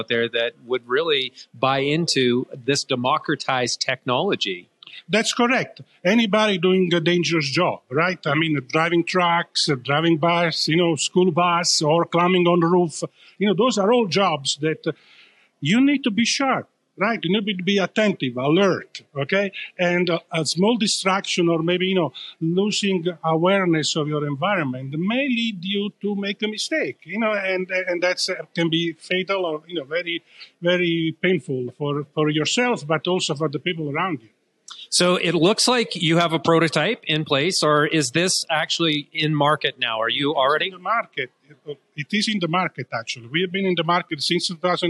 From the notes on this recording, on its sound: we’re filming at the Telus CSW Pitch Party